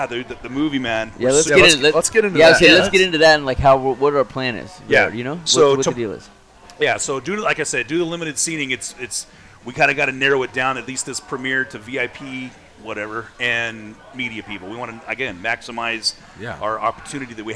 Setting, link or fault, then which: setting, busy venue